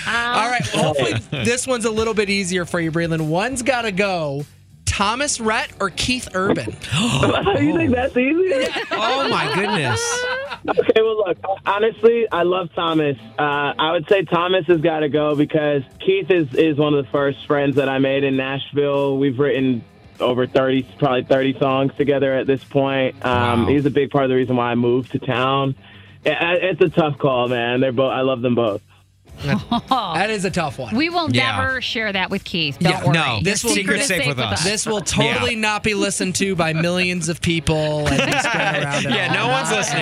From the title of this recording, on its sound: Calls In For One's Gotta Go!